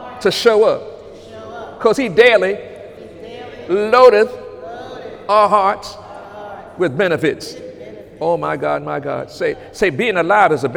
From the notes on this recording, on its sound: During Sunday morning service on August 26, 2018